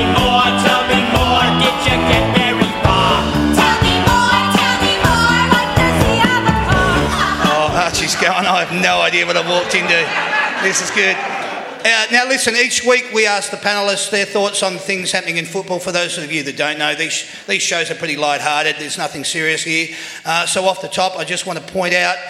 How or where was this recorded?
busy venue